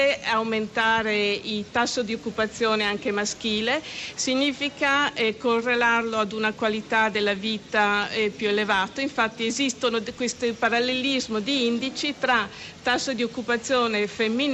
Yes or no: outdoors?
yes